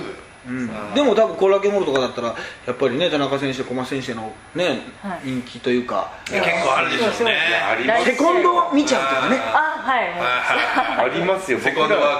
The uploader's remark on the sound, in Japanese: 終了後に下北沢のカラオケボックスで緊急収録を敢行!!今回の音声には、バックに若干ノイズ音が入っており、聞きずらい点がございます。